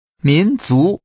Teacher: Using two rising tones, say ethnic group or ethnic groups.